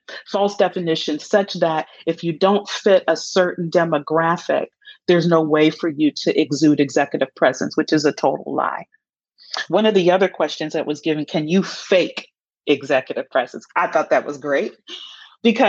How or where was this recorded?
video call